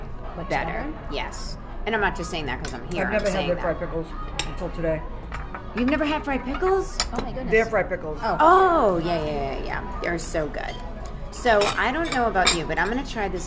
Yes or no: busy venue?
yes